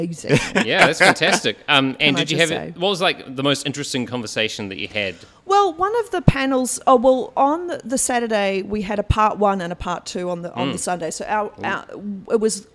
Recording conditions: busy venue